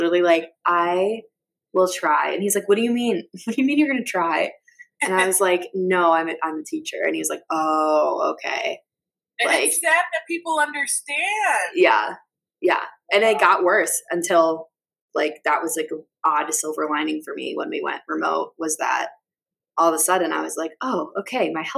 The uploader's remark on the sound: My mic did have some feedback issues. I tried to edit them all out.